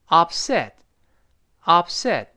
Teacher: up 中间那个“啪”这个声音要失去爆破的，因为“啪”是个，呃，嘴唇爆破嘛 · 中间那个 p 这个声音要失去爆破的，因为 p 是个嘴唇爆破嘛，爆破音后面出现另外一个辅音，这后面是 s，up，said 一个 s，在这儿会失去爆破，那所以读成 upset，upset，但注意不能读成 upset，upset。如果你不做这个 p 这个闭嘴的动作 up，不做闭嘴动作，老外是能听出来的，那所以动作不能省略，那 up。收嘴，尽管没有喷，没有喷出来，但是动作得做。那然后 set 最后那个 t 也听不到了。单词末尾的 t 和的读快之后失去爆破。那我们读一下这个形容词，注意重音在后面，upset，upset。当然读慢了依然能听到 upset，最后那个 t 有。读得飞快的时候，upset，upset，最后 t 失去爆破了。那舌尖顶住憋住，那就是我很不爽。我不高兴，嗯，然后他就继继续说，那为什么不高兴呢？他说，Somebody told my boss I